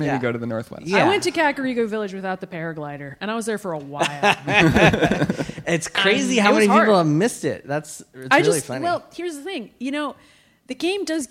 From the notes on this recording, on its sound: LIVE in Brooklyn! It's the very first TRIPLE CLICK LIVE!!! From the Bell House in Brooklyn. Plus: live Q&A and live One More Things.